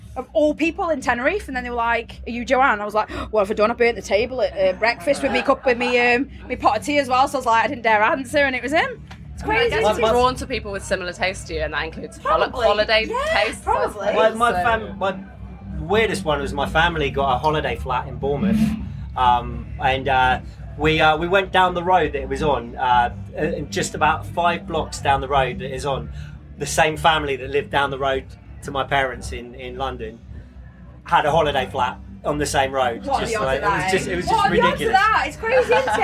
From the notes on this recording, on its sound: Fresh from the stage at Eleven, they gave me the nod to join them in their dressing room which was situated just behind the stage.